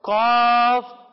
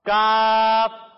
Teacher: جب ہم قاف کو ادا کرتے ہیں تو اسے ہم موٹا کر کر پڑھتے ہیں، لیکن جب ہم کاف کو ادا کرتے ہیں تو اسے ہم موٹا نہیں بلکہ باریک پڑھتے ہیں